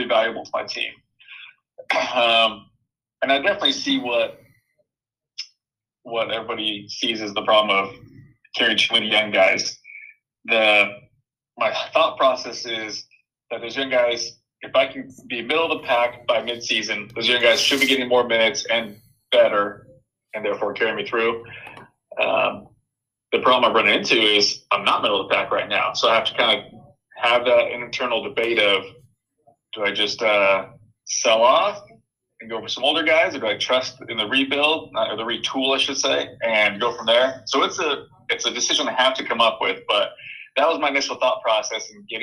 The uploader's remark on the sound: An impromptu emergency trade podcasts that features 5 call in guests and a statement from a 6th.